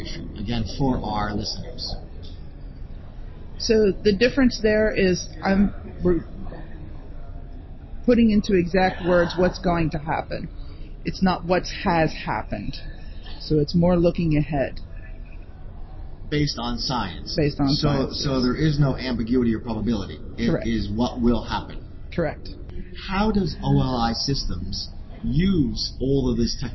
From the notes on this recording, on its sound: Live from the ARC Americas Forum 2022.